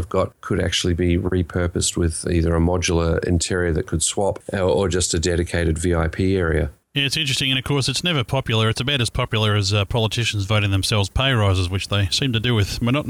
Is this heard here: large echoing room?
no